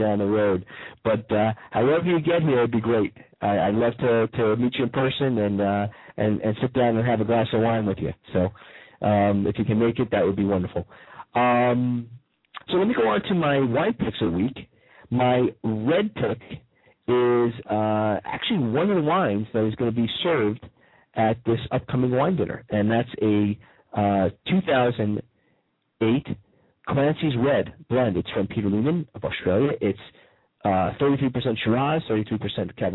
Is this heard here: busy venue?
no